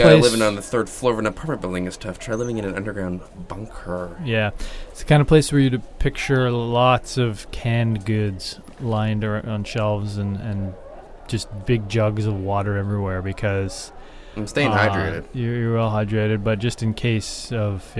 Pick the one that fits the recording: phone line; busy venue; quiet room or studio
busy venue